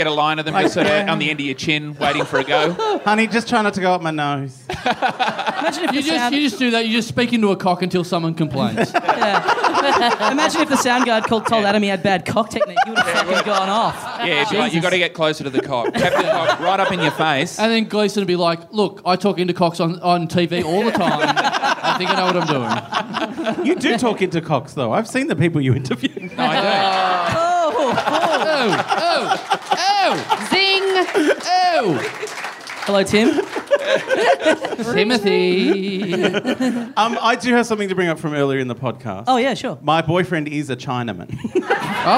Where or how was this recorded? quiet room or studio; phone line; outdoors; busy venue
busy venue